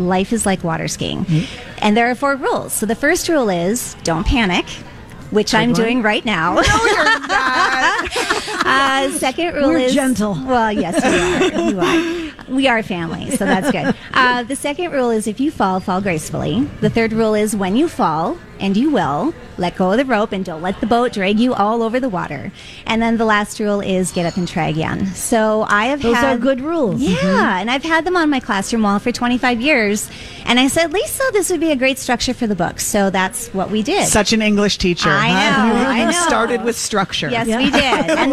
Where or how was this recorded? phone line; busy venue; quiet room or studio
busy venue